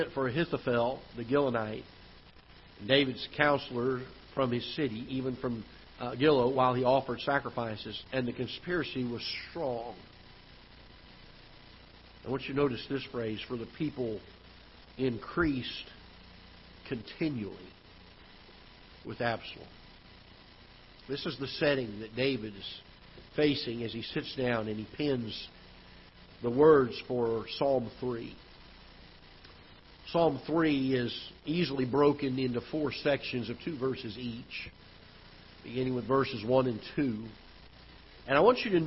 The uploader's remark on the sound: Ketha Heights Baptist Church ~ Live Broadcast